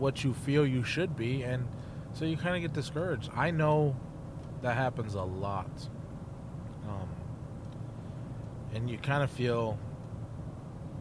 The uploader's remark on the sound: podcasting while driving